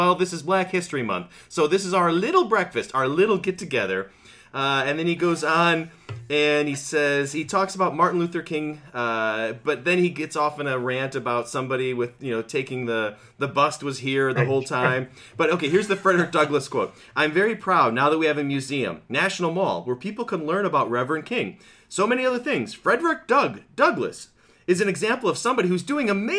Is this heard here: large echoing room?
no